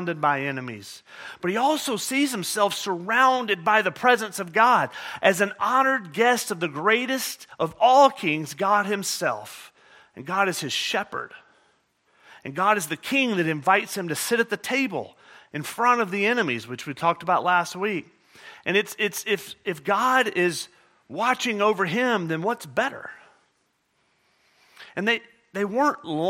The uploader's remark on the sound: at Murrieta Valley Church in Murrieta, California